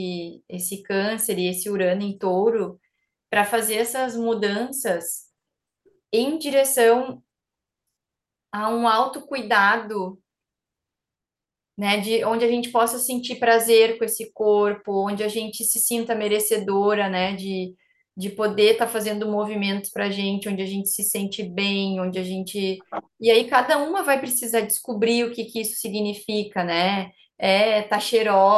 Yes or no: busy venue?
no